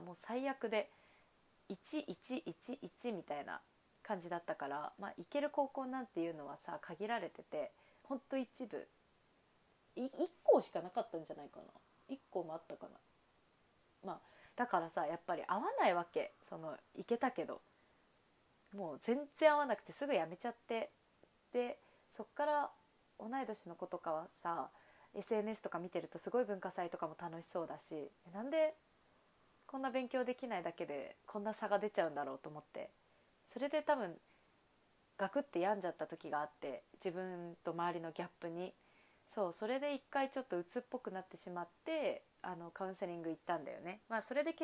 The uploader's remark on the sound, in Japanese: バックミュージック無し。声が小さく録音されてしまったためバックミュージック消しました。